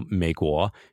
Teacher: it's a third tone followed by a second tone